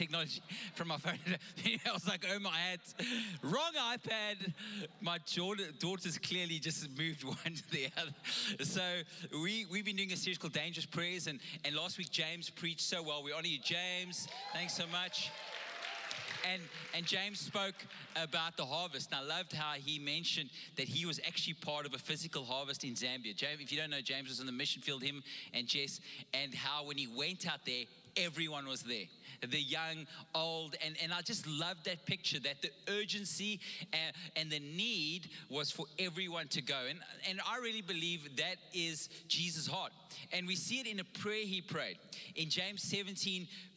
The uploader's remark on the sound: Recorded live on Sunday the 24th October 2021